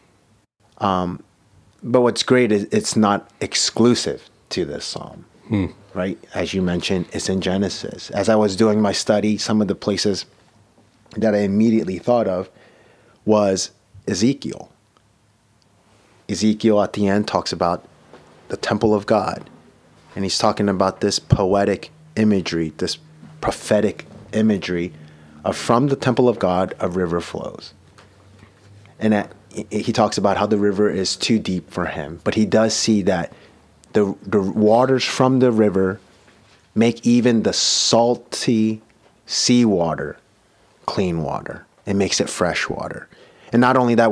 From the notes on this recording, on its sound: from Mercy Hill’s pulpit on December 11, 2022